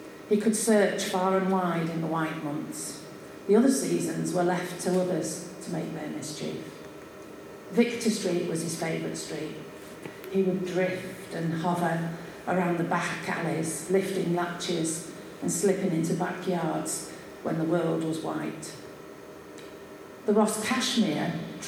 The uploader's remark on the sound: This mini-episode is our penultimate recording made at the very successful book launch of Tales from the East Marsh by our very own East Marsh Writers Group, Quills.